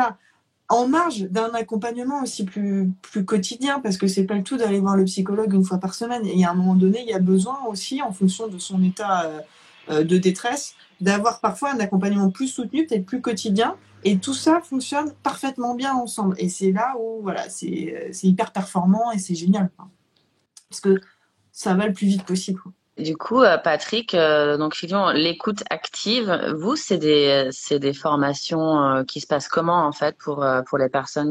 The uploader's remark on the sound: live Instagram